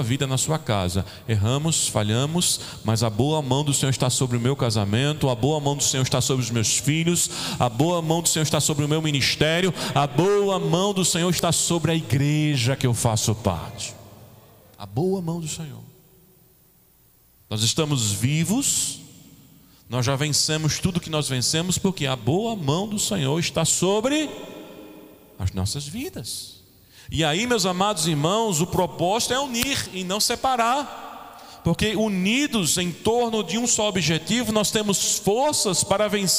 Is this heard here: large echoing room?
yes